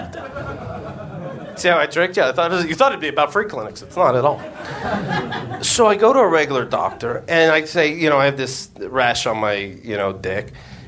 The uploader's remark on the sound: Live From NYC Podfest 2014